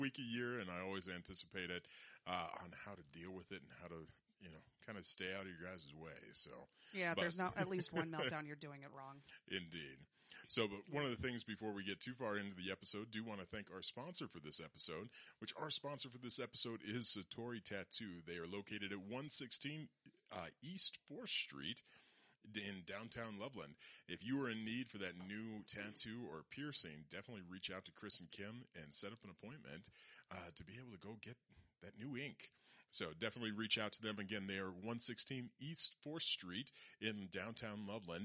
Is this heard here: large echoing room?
no